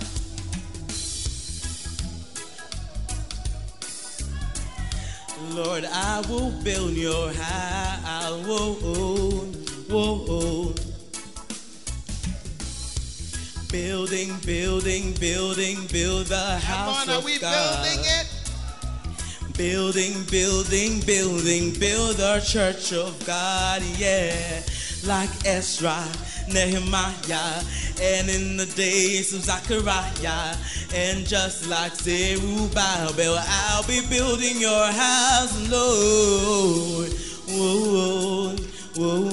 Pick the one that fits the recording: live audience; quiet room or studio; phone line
live audience